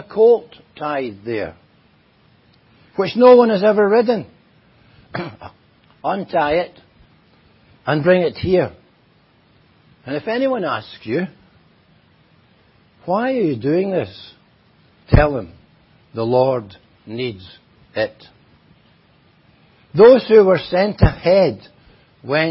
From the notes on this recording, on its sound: At Enniscorthy Christian Fellowship, Enniscorthy, County Wexford, Ireland on 1st January 2023. Audio recording of the Sunday morning Bible Teaching. At Enniscorthy Christian Fellowship, Enniscorthy, County Wexford, Ireland on 1st January 2023.